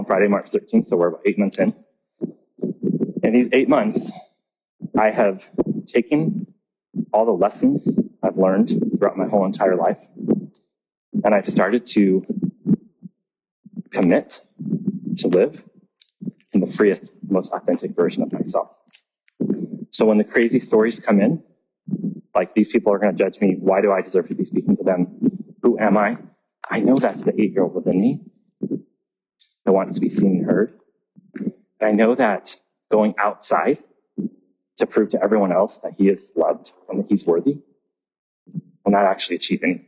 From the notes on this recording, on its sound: Please forgive the audio quality.